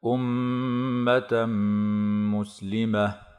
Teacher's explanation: أمة مسلمة إدغام بغنة لوقوع الميم بعد التنوين